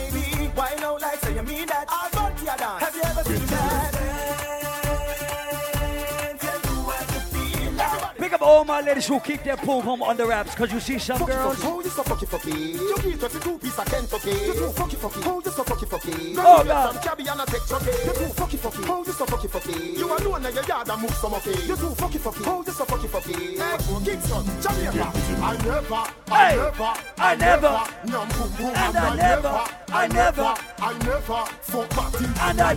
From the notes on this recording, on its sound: LIVE AUDIO from Island Saturdays on Jan 13th